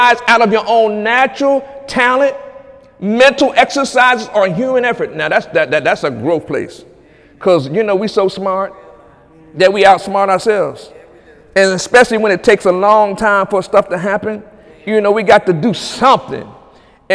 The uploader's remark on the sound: During Wednesday night service on August 23, 2017